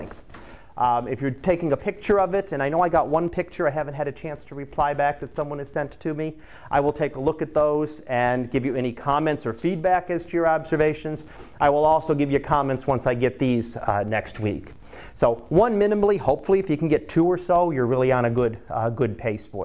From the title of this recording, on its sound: Live Class Lecture